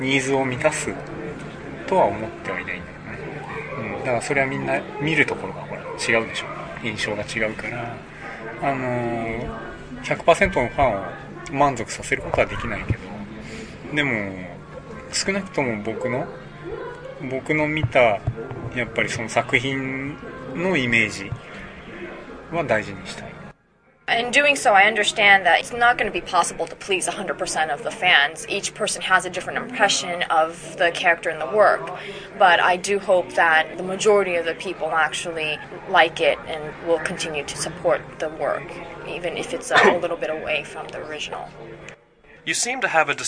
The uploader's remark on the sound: conducted at Otakon 2006